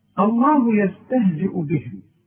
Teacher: إذا بدأت بلفظ الجلالة فالهمزة دائما مرققة، ما تقولش بقى الله، رقق الهمزة بتاعت لفظ الجلالة الله.